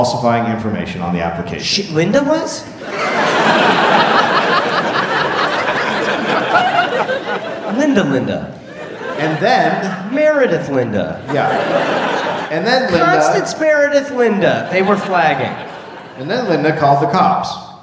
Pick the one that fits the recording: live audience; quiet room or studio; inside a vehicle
live audience